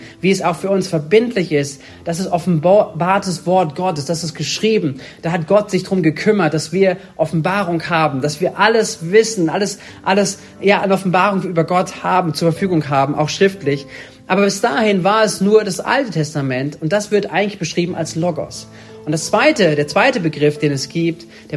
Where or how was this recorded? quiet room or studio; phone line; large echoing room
large echoing room